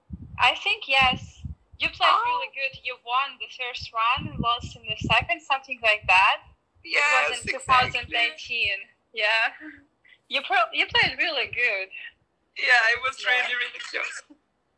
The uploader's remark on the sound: Please note that this is not an actual podcast with fancy equipment, so please forgive the mediocre audio quality and excessive laughing. I’m terribly sorry for all the background wind noises.